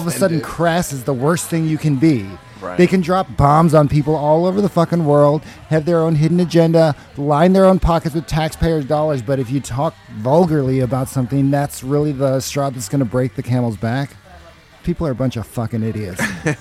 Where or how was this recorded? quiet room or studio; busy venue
busy venue